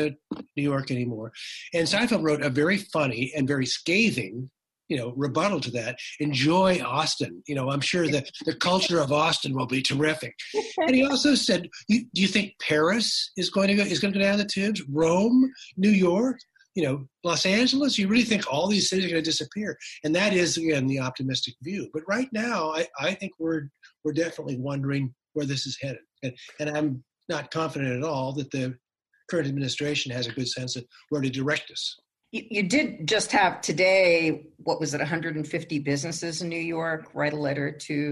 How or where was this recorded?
video call